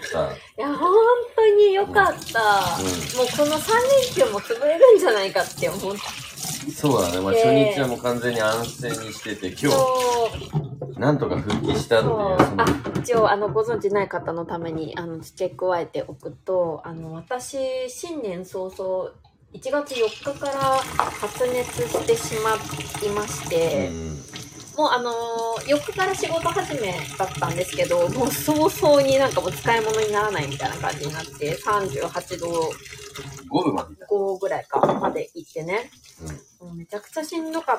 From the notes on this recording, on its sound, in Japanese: LIVE 夕飯の片付けしながら夫婦で新年の抱負について話す。